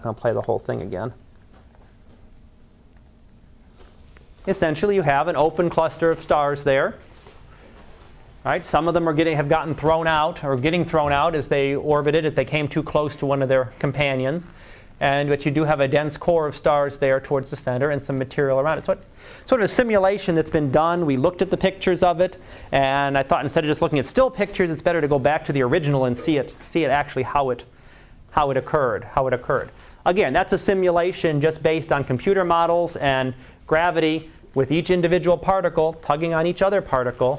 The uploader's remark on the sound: Live Class Lecture